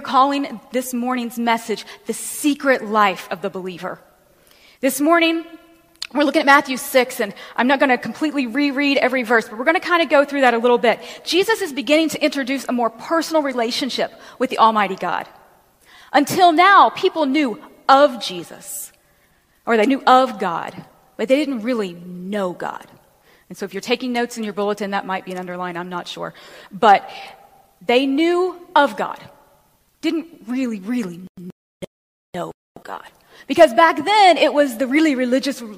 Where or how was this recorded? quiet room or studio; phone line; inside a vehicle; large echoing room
large echoing room